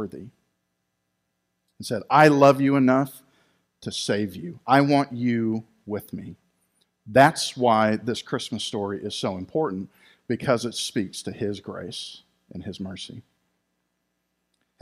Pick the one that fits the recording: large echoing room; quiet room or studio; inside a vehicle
large echoing room